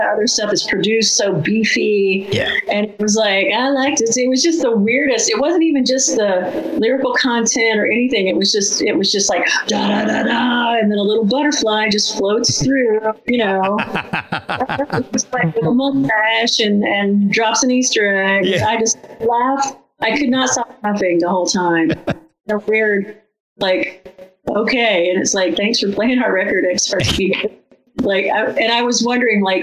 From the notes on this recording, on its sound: We had to fight through some connection problems.